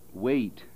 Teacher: Normal American pronunciation is wait, which is a diphthong from an e toward vowel one